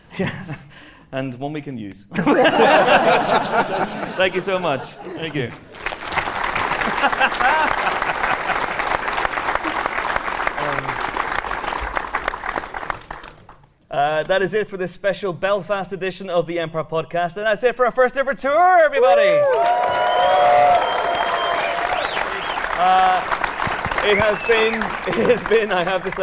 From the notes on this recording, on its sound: (live in Belfast). The Empire Podcast mini-tour rocks up for its final show as part of the Cinemagic Film Festival in Belfast.